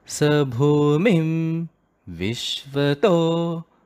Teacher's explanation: So as we are chanting it in a normal pace, we suddenly go at a high pitch · Term: svarita